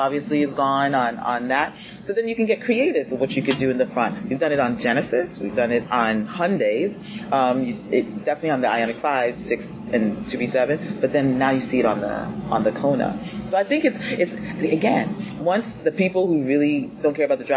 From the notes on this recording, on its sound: Instead of news we’ve got interviews that we recorded at the 2023 New York Auto Show.